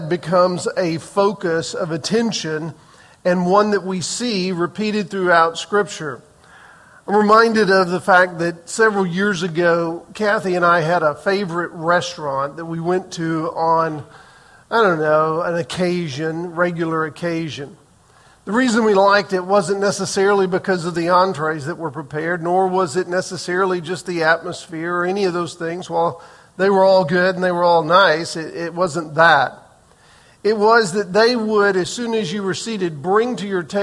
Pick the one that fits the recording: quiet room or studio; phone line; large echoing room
large echoing room